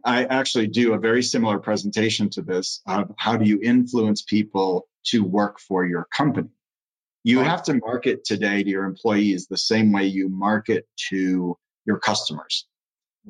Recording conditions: video call